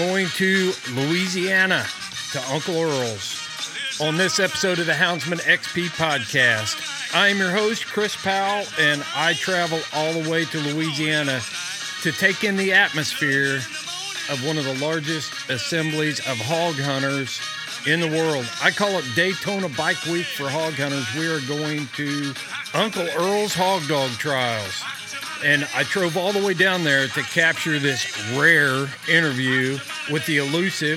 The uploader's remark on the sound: Recorded LIVE from Uncle Earl’s Hog Dog Trials. Travels to the Pelican State, The Bayou Country, The Creole State, Sportsman’s Paradise, the one and only State of Louisiana to record this episode with two bona fide dog men.